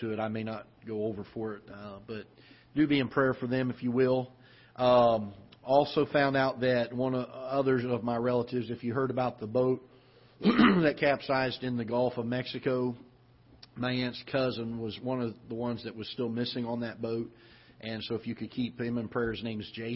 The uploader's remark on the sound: Ketha Heights Baptist Church ~ Live Broadcast.